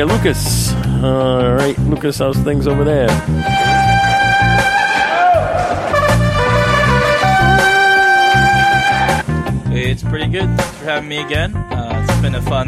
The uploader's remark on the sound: The Tobacco Shack Side Patio; Rowley, MA. We descend on the Tobacco Shack unannounced and set up outside in the patio area on a fine summer evening. It’s a small group recording as many Hacks are on vacation or in disrepair.